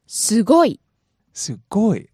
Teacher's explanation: You really want to rise for the go. · Term: pitch accent